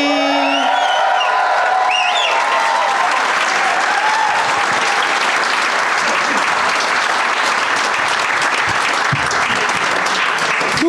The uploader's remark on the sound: Live from the Helium Comedy Club in St.